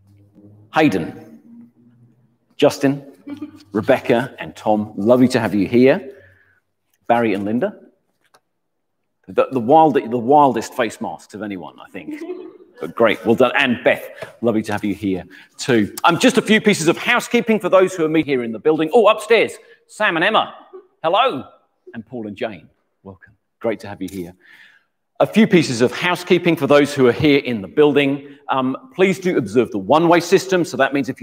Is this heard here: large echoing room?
yes